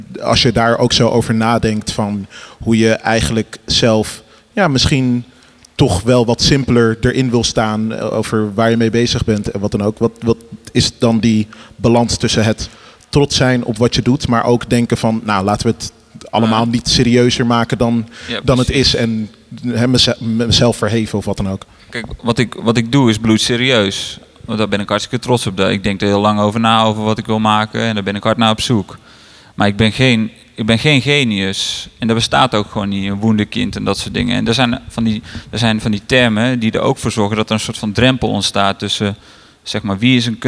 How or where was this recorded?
busy venue